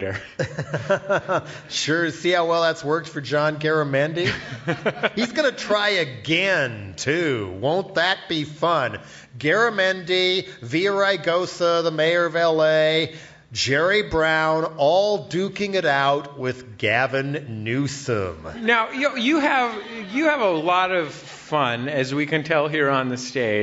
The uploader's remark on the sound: We talked with him at our live show in San Francisco.